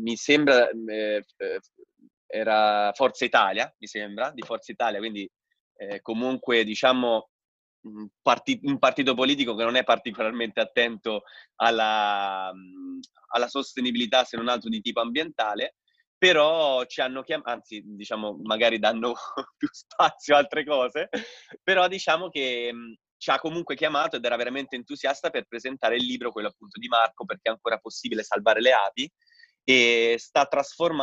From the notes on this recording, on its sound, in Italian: Questa puntata podcast è una live zoom del gruppo di imprenditori sostenibili iscritti al mio centro di formazione per l'anno 2020.